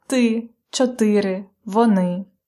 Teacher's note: think about ы as a sound between e and u